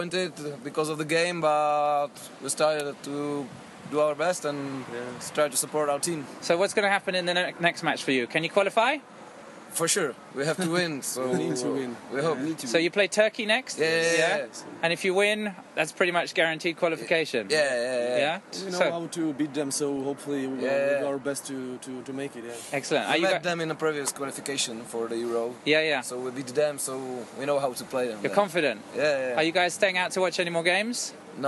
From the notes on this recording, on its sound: Comes to you live from Saint Etienne as we take in the Croatia-Czech Republic game! Live updates from the stadium. Featuring interviews with some happy Czech fans and some post-game, post-flare up analysis.